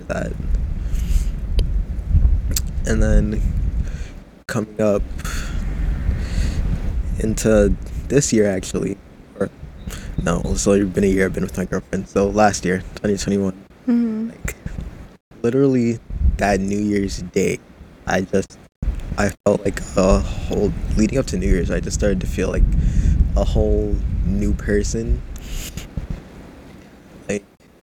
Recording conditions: wind noise